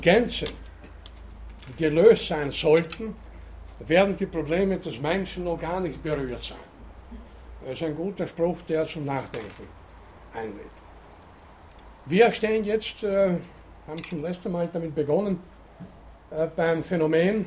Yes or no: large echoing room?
yes